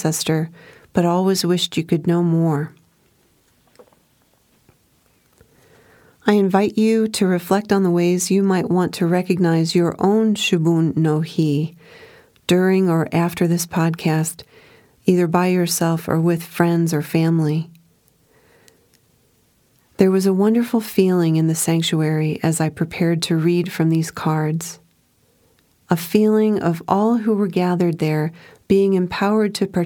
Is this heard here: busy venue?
no